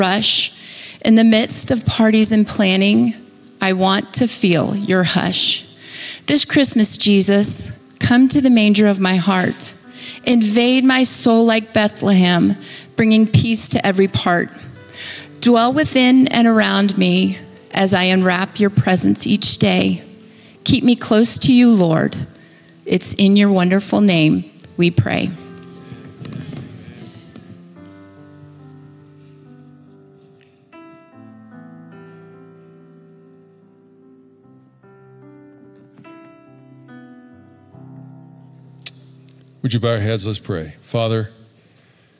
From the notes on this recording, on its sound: Recorded at Capital Church Meridian, Idaho